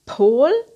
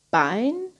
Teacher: stimmloser Verschlusslaut P wie Pol, stimmhafter stimmhafter Verschlusslaut B wie Bein